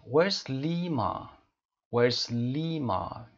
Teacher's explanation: یعنی کلمه where و Lima و استرس اومده، شدیدتر گفته میشه